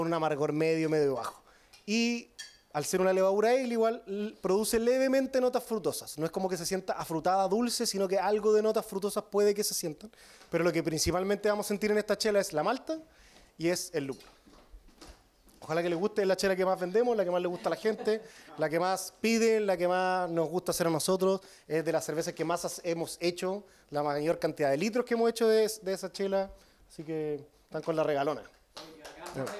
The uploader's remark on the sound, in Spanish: Seguimos con los conversatorios en vivo, con público y en la tremenda Cervecería Intrinsical